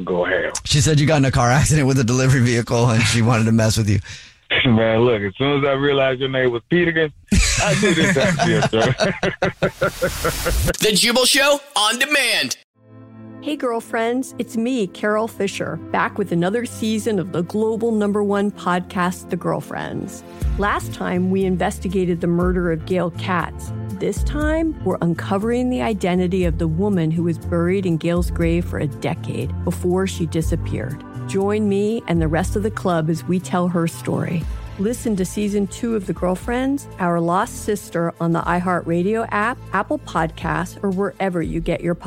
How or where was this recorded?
phone line